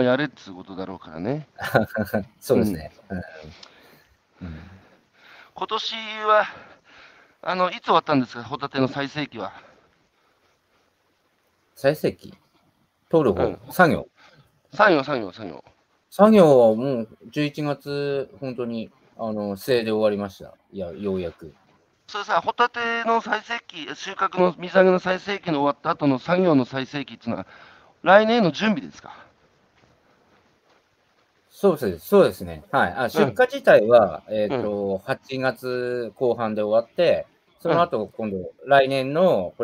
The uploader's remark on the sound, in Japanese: 歩きながら1時間、対談する